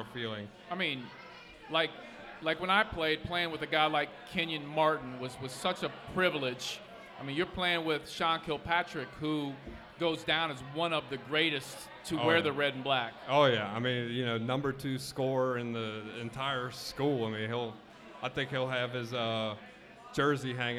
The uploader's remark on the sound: Live at Mio's!